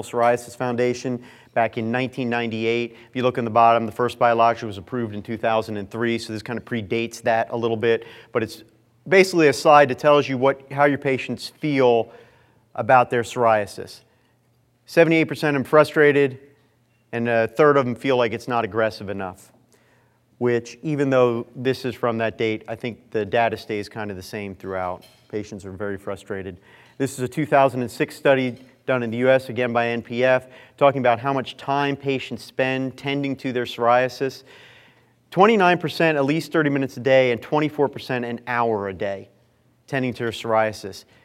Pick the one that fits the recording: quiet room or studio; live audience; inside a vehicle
live audience